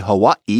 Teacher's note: People from there will sometimes say Hawaii, getting in that glottal stop.